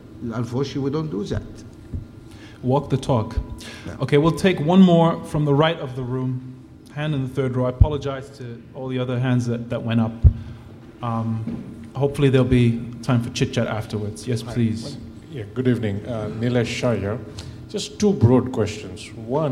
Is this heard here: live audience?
yes